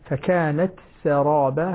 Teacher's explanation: لاحظوا تخليص التاء المهموسة من السين فكانت سرابا، كانت ممتازة عندك، لأن التاء هنا لا تضغم عند حفص بالسين فكانت سرابا، هذه مهمة جدا وأرجو أن تنتبهوا لها.